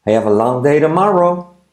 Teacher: La T de tomorrow como era suave, ¿vale? I have a, salto la H de have a